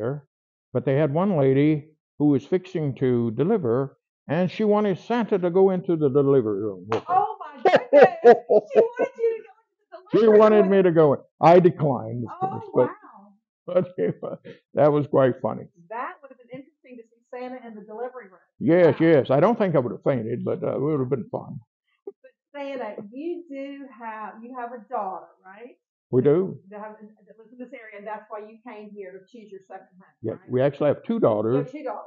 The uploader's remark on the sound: My microphone was not